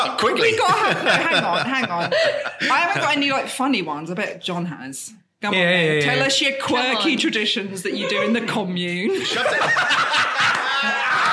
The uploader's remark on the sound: Filmed live at the Cavendish Arms in Stockwell. Filmed live at the Cavendish Arms in Stockwell.